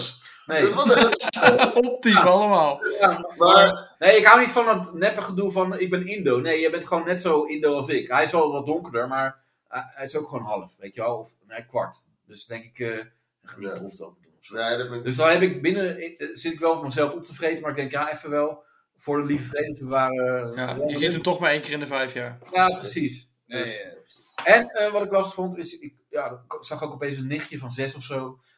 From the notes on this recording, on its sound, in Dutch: De geluidsinstellingen waren niet zoals ze hadden moeten zijn.